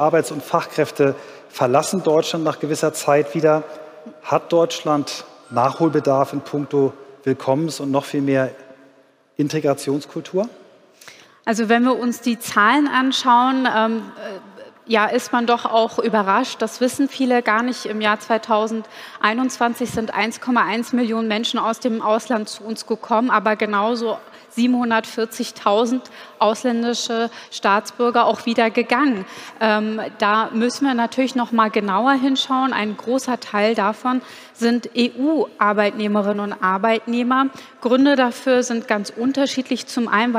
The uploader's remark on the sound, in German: Auf dem Abschlusspanel des Deutschen Arbeitgebertages. Live-on-tape vom Deutschen Arbeitgebertag 2022 in Berlin.